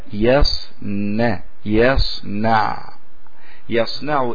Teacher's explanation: ولا تتأثر النون في كلمة يصنع بالصاد، لا تتأثر بالصاد